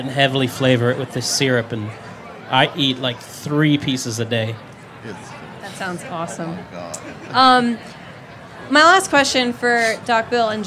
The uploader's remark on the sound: This is the first of two panels at the Charleston Wine + Food about the history and current state of South Carolina’s foodways.